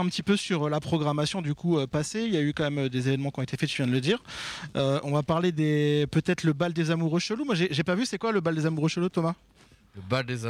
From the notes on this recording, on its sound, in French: Emission réalisée en direct de la grange à musique de Creil (60)